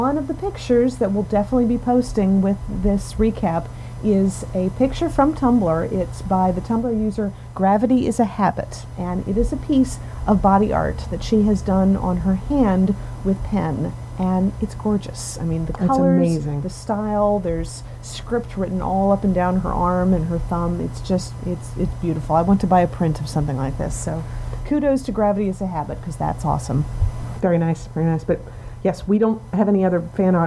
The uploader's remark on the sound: Sorry about the sound this week, we picked up a hell of a background hum in the recording, and it was either live with it or take it down and make everything else sound like we were speaking from the pit. We chose the pit.